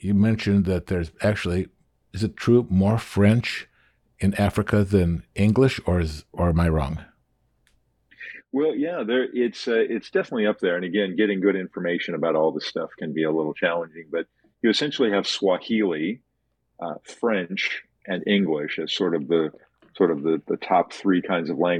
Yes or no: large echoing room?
no